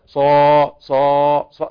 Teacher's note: وأن تقرأ صا مفتوحة بعدها ألف مفخمة من المرتبة الأولى، صا صا صا دون مبالغة.